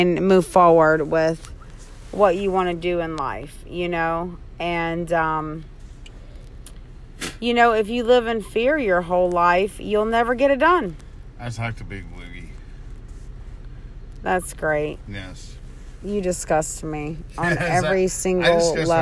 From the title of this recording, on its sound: from the car podcasting